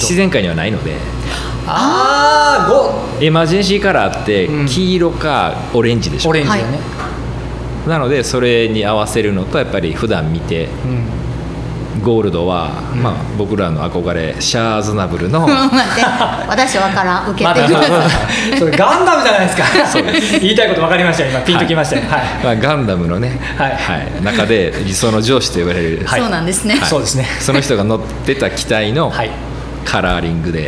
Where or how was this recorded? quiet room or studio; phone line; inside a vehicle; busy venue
busy venue